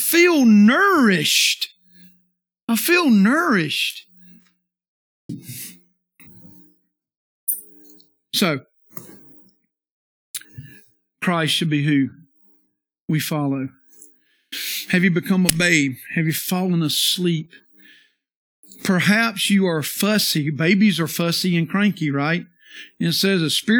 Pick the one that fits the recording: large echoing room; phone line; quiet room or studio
large echoing room